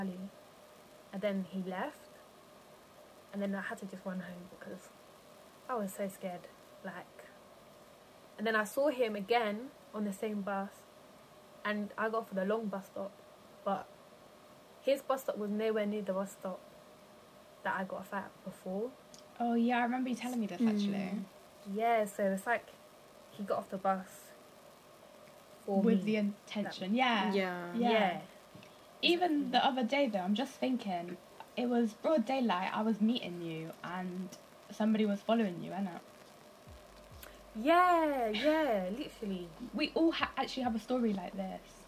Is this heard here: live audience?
no